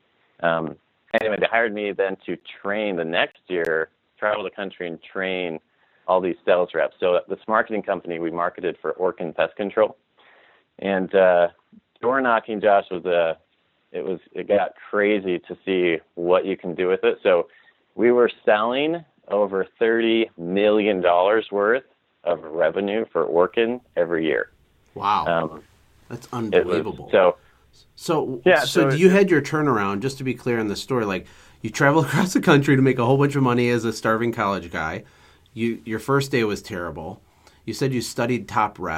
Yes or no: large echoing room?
no